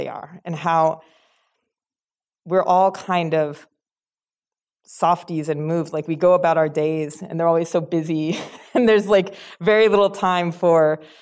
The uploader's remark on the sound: in a Q&A at the DGA theater in Los Angeles.